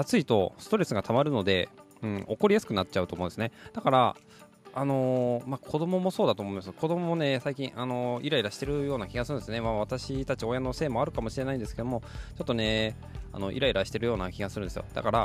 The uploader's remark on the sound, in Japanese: 車のエアコンが効かなくなってしまったので収録場所と時間を再検討